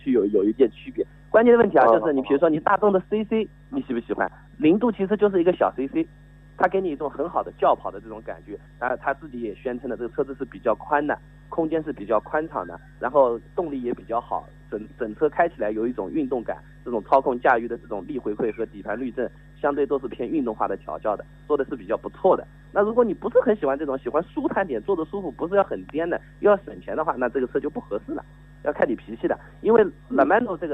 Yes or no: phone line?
yes